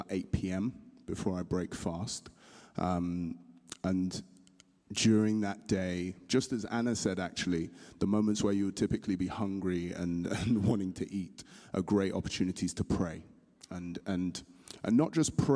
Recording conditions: large echoing room